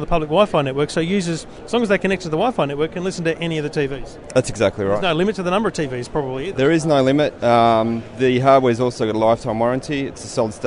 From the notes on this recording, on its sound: Recorded LIVE on the show floor at Integrate 2015 in Melbourne